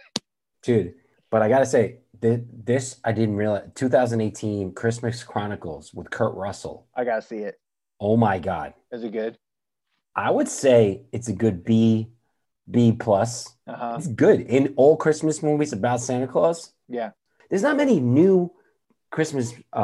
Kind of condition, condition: link, video call